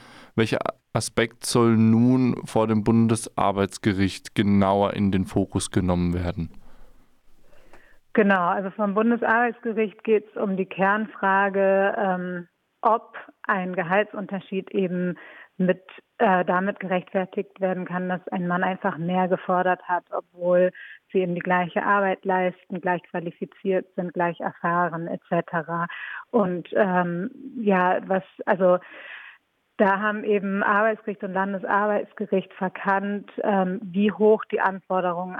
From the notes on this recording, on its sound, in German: Am Telefon sprechen wir